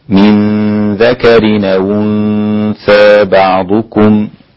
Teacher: والتقليل في الأنثى لورش